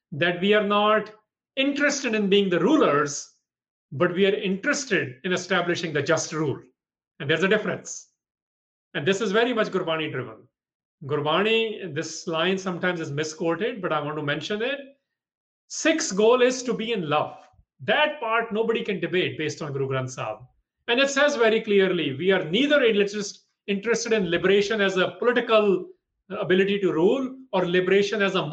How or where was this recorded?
video call